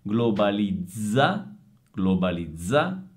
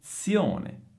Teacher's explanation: qui abbiamo la Z sonora e la Z sorda in un'unica parola. Globalizza, globalizza, questa è una doppia Z sonora, e poi zione, Attenzione, questa è una Z sorda.